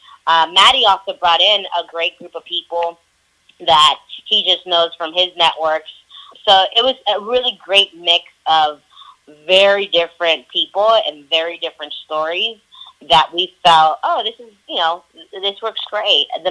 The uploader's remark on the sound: Couldn't get them in the studio, so we had an audio three-way and I interviewed the co-directors of the documentary film "You Racist, Sexist, Bigot." via phone!